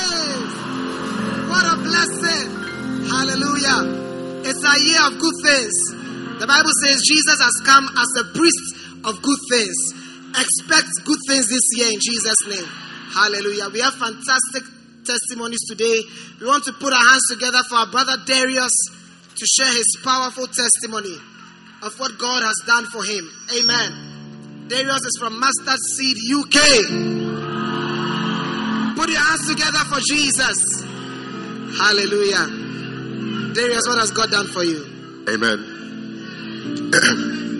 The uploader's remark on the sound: Preached at the First Love Church, Accra.